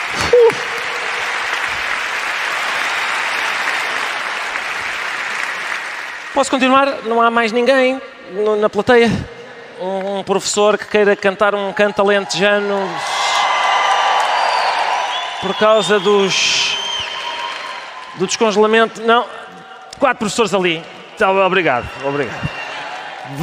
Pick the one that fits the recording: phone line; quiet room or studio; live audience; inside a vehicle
live audience